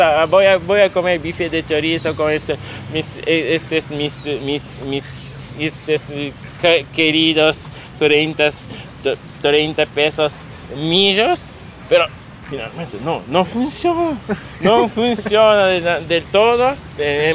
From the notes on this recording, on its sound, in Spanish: Nos juntamos a charlar en Parque Centenario, donde los pájaros hicieron la banda de sonido en vivo y no cobraron por ese trabajo.